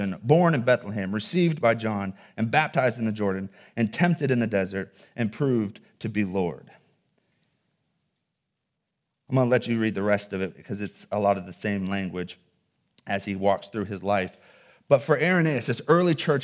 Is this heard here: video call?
no